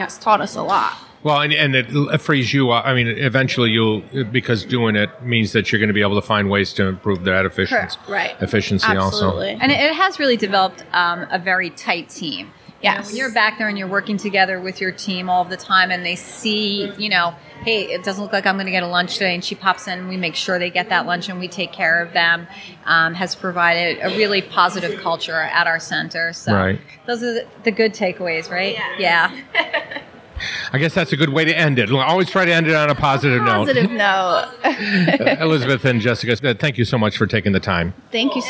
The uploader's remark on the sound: Live from the NJAASC Quarterly Meeting.